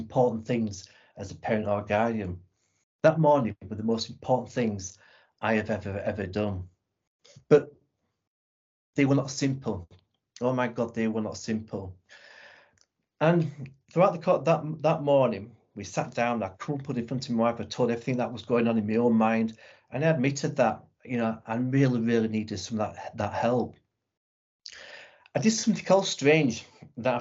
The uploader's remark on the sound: This episode is a recording of a webinar from The Football Mental Health Alliance